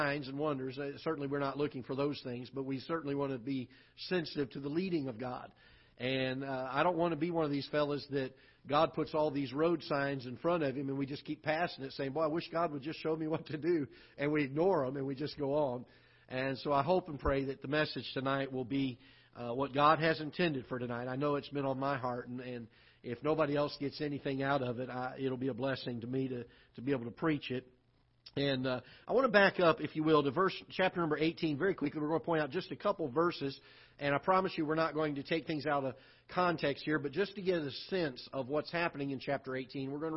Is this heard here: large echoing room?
yes